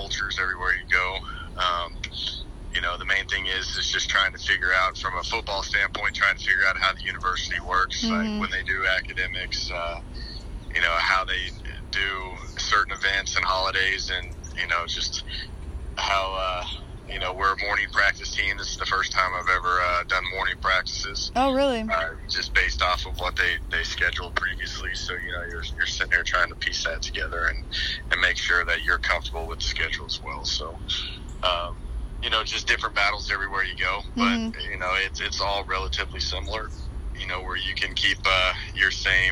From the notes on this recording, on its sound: an exclusive phone interview